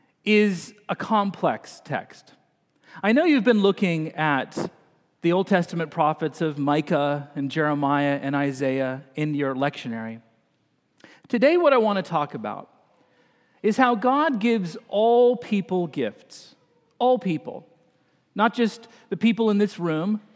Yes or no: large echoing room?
yes